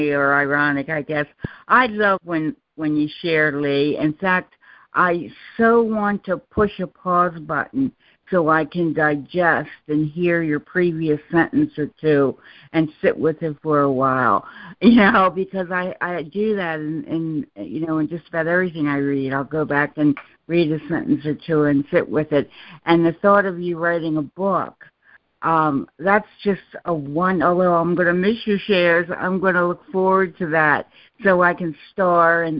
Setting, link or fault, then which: link, phone line